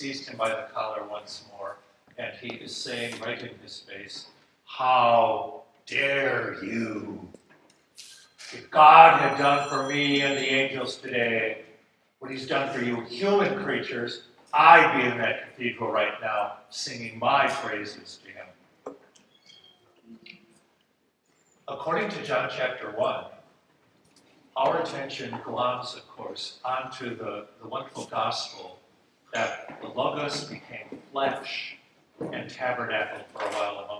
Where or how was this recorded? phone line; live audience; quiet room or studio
live audience